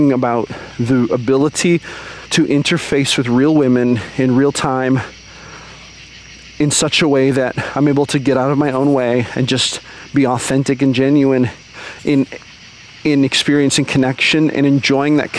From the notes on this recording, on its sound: recorded while I was out on a walk